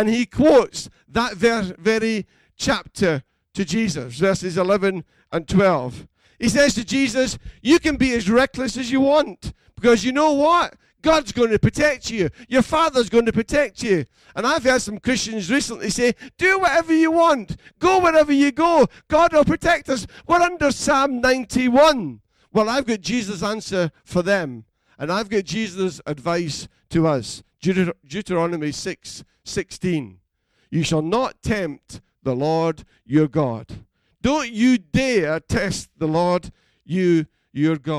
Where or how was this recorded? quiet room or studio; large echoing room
large echoing room